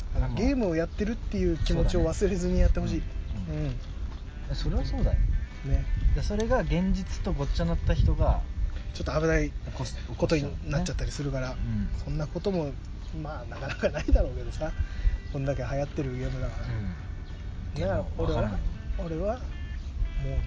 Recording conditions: outdoors